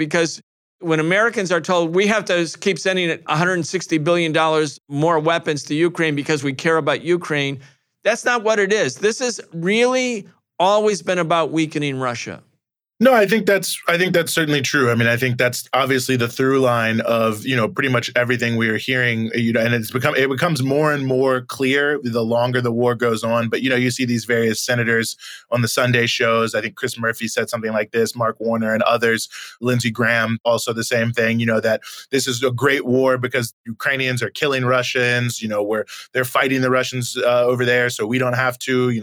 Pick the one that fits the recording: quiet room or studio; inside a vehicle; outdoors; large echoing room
quiet room or studio